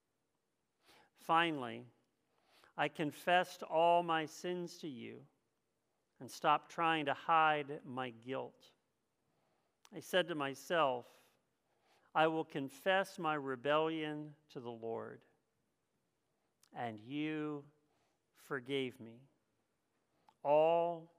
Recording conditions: large echoing room